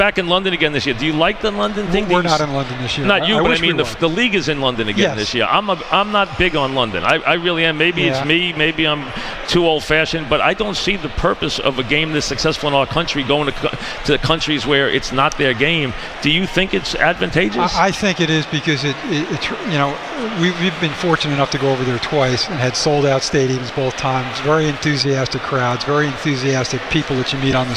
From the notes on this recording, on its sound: Opens his show live at Grand Central Terminal while celebrating WFAN's 30th anniversary.